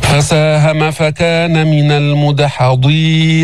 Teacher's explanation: الضاد فيها تفخيم، فيها استعلاء، فيها إطباق، لو كانت مكسورة بس ما بيضيع تفخيمها، ما بيروح كله.